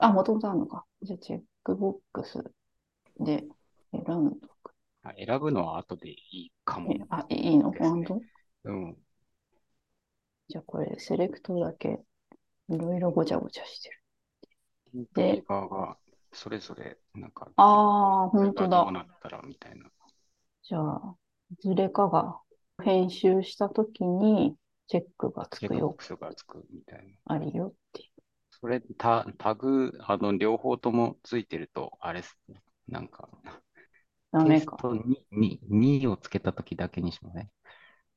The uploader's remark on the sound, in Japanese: zoomを使って録音しています。